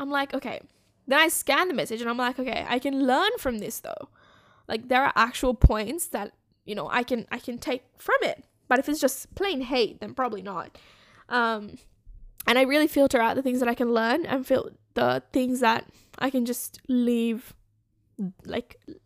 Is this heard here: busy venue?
no